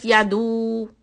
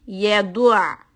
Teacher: first you need to get out of the Dhamma on the Dal and go to Ayn with the straight lips · Shown in: second take